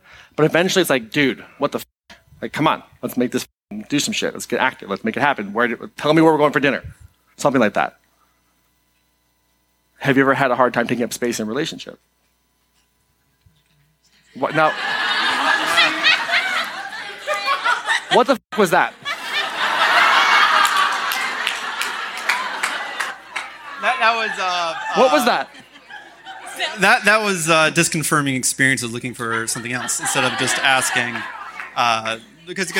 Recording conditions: live audience